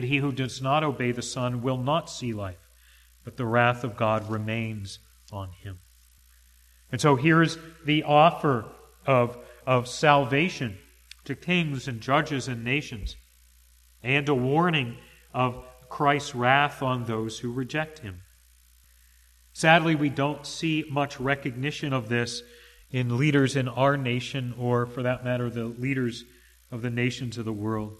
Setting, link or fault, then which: setting, large echoing room